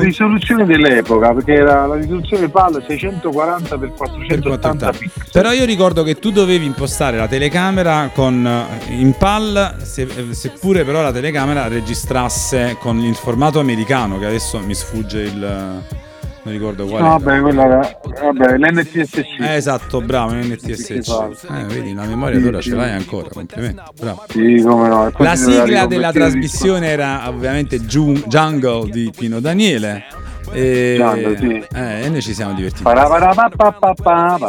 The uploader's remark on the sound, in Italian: Ai microfoni, o meglio al telefono, del Podcast di MyBand.it.